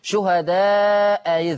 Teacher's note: فلما يبقى همزتين اختلفوا في الحركة وكانت الأولانية مفتوحة التانية تتسهل على طول